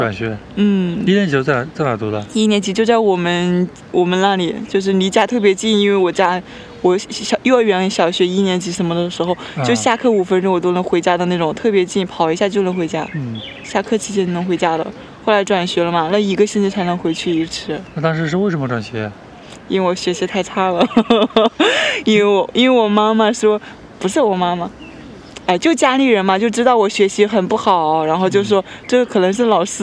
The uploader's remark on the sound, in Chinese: 虫鸣鸟叫。本期播客是我们五一前在公园野餐录制的。